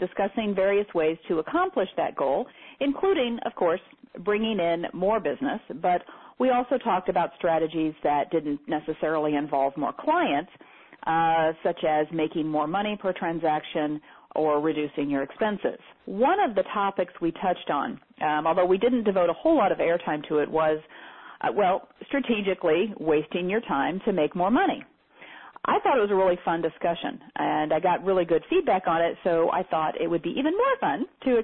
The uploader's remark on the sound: Teleseminar Recording